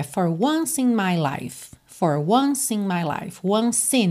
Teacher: você já junta o C de once em E de in